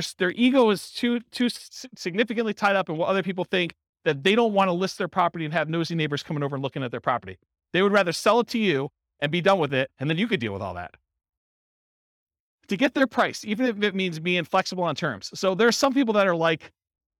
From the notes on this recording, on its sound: This was a live class recorded. Live in-person version.